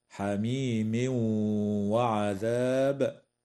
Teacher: ويدغم في الواو مع الغنة أيضا في قوله تعالى حميم وعذاب